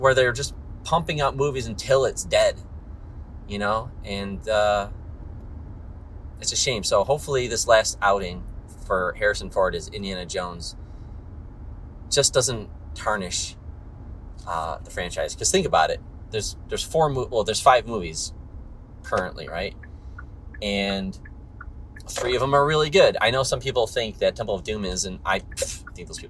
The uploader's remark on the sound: I recorded this one in the car